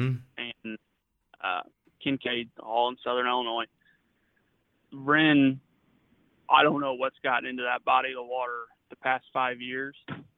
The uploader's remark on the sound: joins us via phone